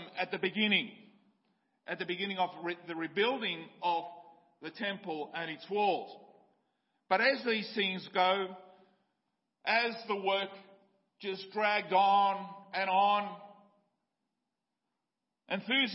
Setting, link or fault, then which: setting, large echoing room